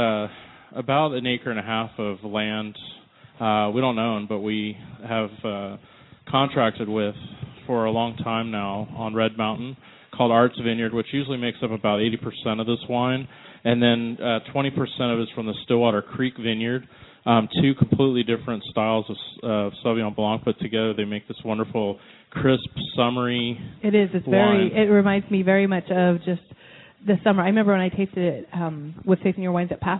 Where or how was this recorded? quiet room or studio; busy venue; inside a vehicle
busy venue